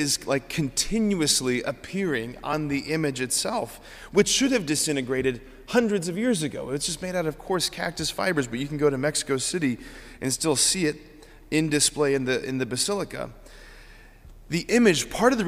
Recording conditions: large echoing room